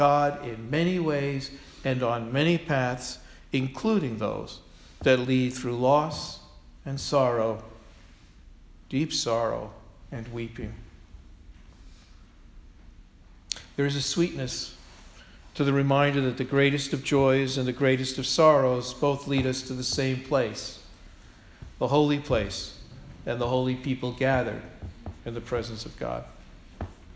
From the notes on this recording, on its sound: Sermon delivered on Sunday, October 23, 2016 at All Souls Parish Presbyterian Church, Portchester, New York.